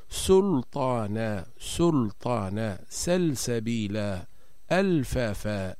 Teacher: لام الاسم في كل الحالات فإنها تكون مظهرة، حكمها الإظهار، فتقرأ اللام بإظهار ووضوح